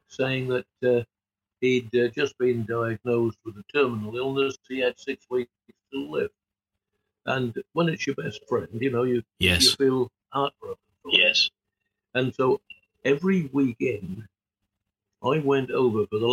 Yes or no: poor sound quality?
yes